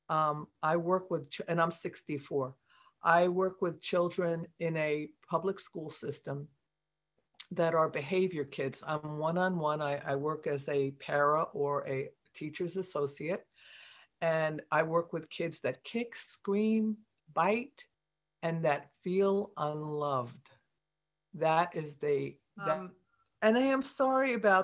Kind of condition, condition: link, video call